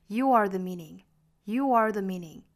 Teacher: You are the meaning.后面这个 are 卷舌， you are 中间加一个小小的 w